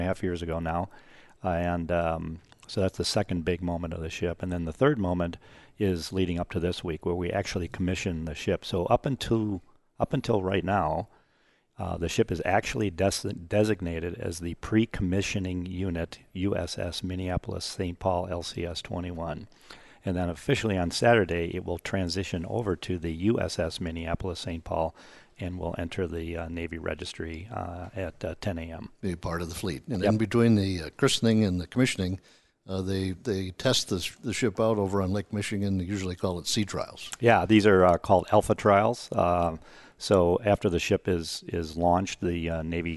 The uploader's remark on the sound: This week we are recorded live from the USS Minneapolis-Saint Paul. A Freedom variant littoral combat ship.